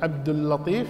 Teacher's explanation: وكذلك اللام في اسم عبد اللطيف كذلك تشدد اللام، عبد اللطيف، اللطيف هو الله سبحانه وتعالى، عبد اللطيف، لكن لا تمسك اللام، يعني ليست لها غنة، الغنة فقط في الميم والنون، اللام ليست فيها غنة، وإنما يظهر الشدة في اللام